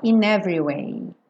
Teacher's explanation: O é do meio da palavra every não é pronunciado, então a gente não diz every, e sim every.